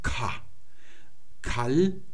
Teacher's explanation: Und dann geht es mit dem stimmlosen und behauchten K weiter